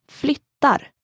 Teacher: They are pronounced with a tone accent. You put a stress on the first syllable. And then your voice rises in a pitch for the second syllable